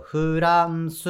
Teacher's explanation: するときに、我々日本人が普通に言うと、フランスっていうふうに、フっていうのも、 F なのに、こう、F プラス U っていう、こう、母音がセットで、こう発音してしまう